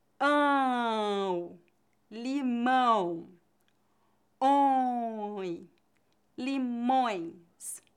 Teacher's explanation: Além disso, lembre-se de que você deve pronunciar as duas vogais. A primeira é bem nasal e forte e a segunda é fraca. · Term: ditongos nasais